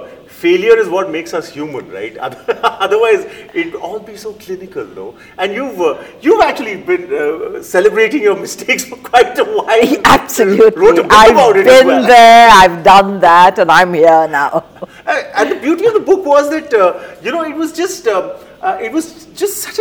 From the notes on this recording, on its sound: The episode was recorded at the Jaipur Literature Festival 2022 in March.